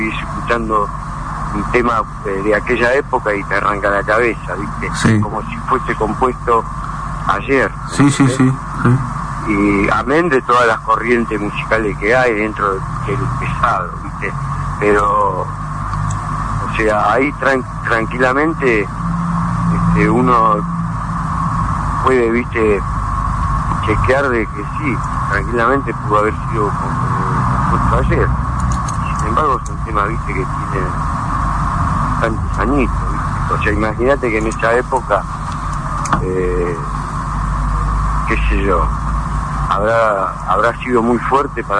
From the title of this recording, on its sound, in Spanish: Nota telefónica